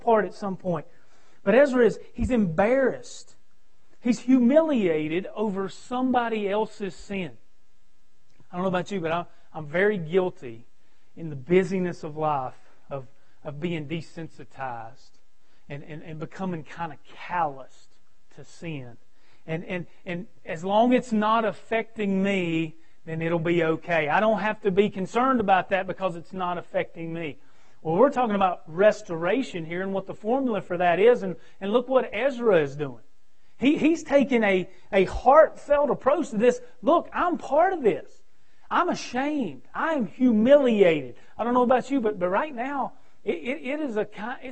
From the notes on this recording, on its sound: Preaching at Victory Way Baptist on Sunday night 6-14-2020.